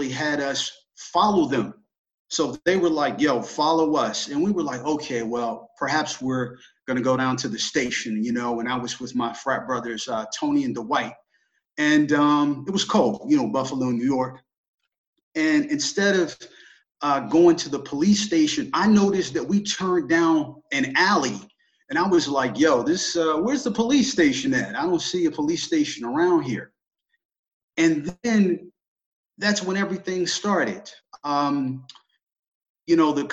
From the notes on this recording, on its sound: The Carl Schurz Haus in Freiburg hosted an online panel discussion with five Americans living in Germany. The audio version of the panel is being re-broadcast here on The Expat Cast.